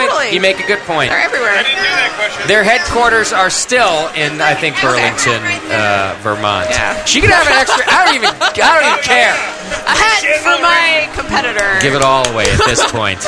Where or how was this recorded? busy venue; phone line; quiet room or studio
busy venue